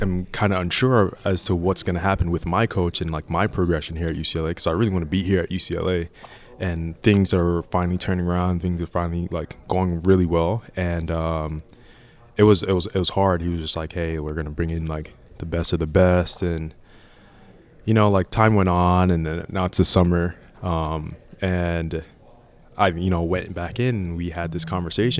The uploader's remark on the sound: LIVE from Las Vegas! Live from Caesars Palace in Las Vegas.